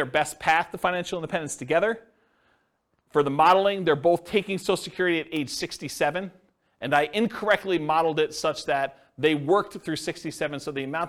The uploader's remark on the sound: This was a live class recorded